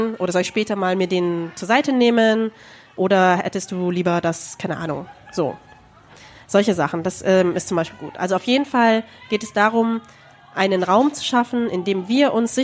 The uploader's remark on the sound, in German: Wir haben das erste Mal vor Publikum eine Folge aufgenommen, und zwar auf dem Musikfestival "PULS Open Air", in der Nähe unserer alten Heimatstadt München.